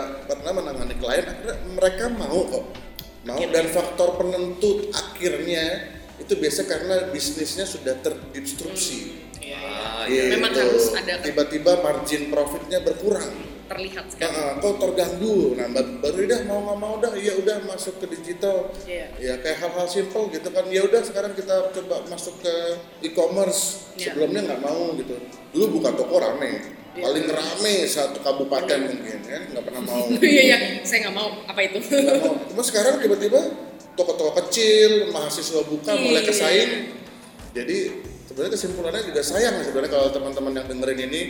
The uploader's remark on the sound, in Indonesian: Mohon maaf audionya masih kurang bagus.